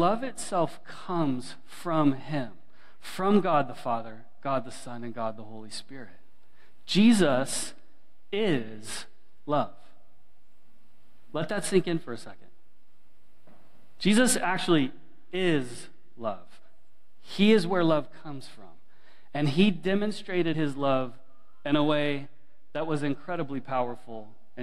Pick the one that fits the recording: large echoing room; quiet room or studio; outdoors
large echoing room